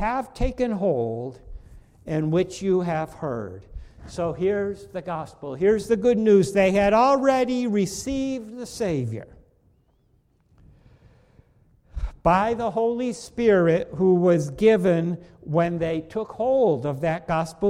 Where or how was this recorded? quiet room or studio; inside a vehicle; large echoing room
large echoing room